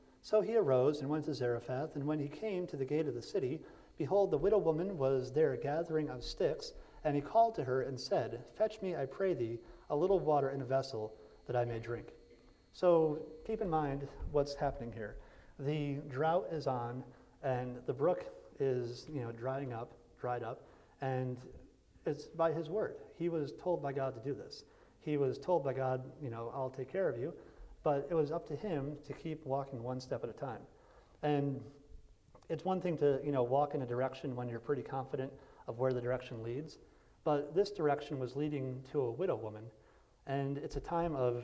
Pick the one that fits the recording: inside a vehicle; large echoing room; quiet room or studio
large echoing room